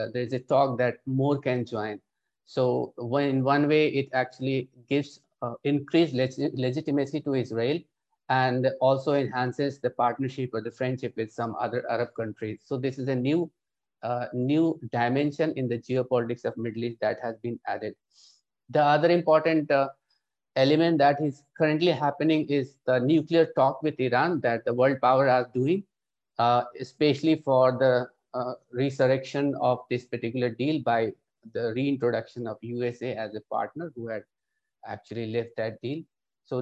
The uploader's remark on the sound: This public talk was conducted online via Zoom